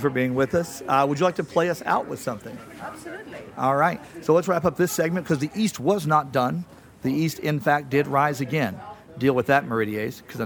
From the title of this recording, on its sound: Live From Pennsic II